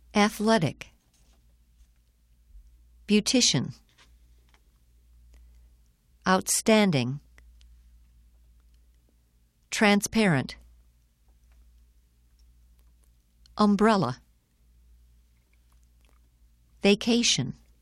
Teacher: The following words have secondary stress on the first syllable and primary stress on the second. The other syllables are unstressed.